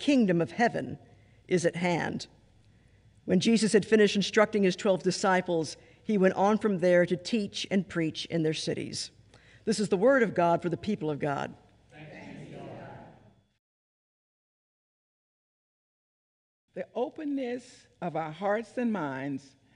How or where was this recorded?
large echoing room